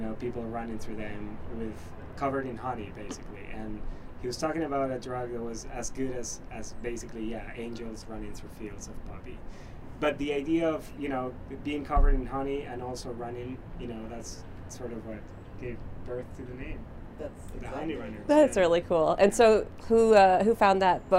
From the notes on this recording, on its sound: In the beautiful city of Owen Sound. The sun is beaming on the rooftop of the Heartwood Concert Hall, where the band has just finished up a sound check and is eager to share their latest tunes.